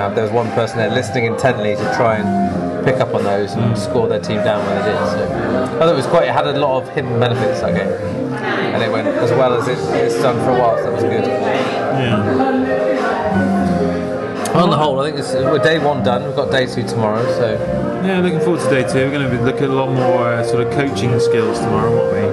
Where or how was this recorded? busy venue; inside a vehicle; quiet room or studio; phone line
busy venue